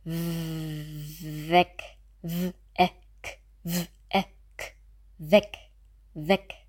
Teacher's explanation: Und hier brauchen wir die Zähne auf der Unterlippe.